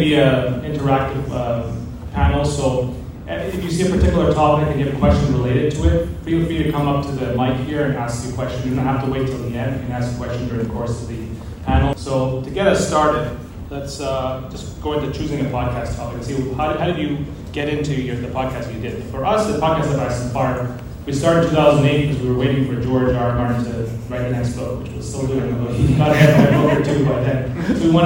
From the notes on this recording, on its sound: Live audio from the Podcasting 101 panel at San Diego Comic-Con 2023. Live audio from the Podcasting 101 panel at San Diego Comic-Con 2023.